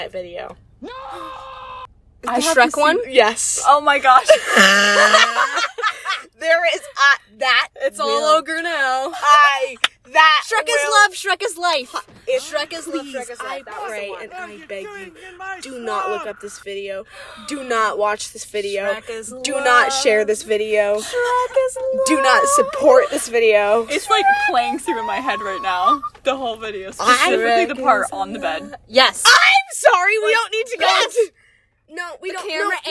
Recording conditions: inside a vehicle